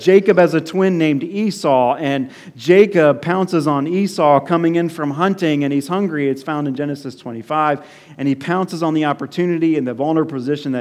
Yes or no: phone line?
no